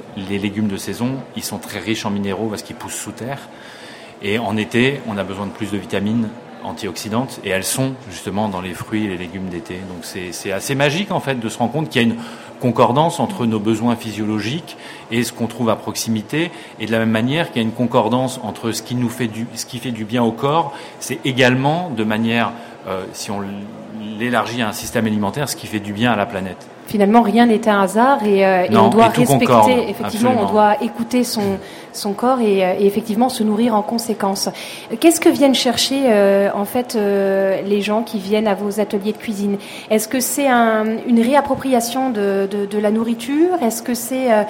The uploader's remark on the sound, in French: A l’occasion du Salon planète durable, parc des expositions de la porte de Versailles à Paris. Nous vous proposons d’écouter l’enregistrement que nous avons fait lors du salon planète durable en Avril 2011.